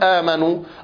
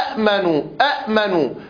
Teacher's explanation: فأبدلت الهمزة الثانية ألف من جنس حركة ما قبلها · Shown in: first take